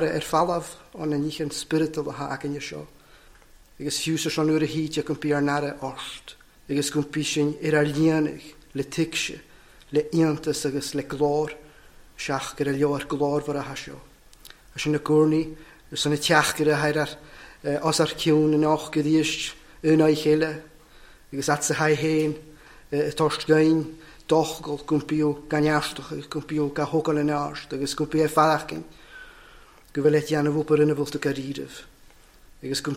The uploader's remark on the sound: recorded at North Harris Free Church on the evening of Sunday, 20th August 2023.